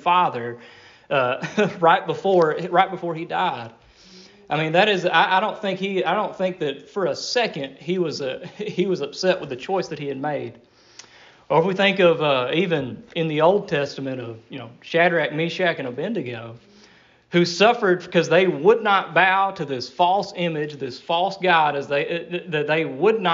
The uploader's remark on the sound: Delivered at Rocky Springs Primitive Baptist Church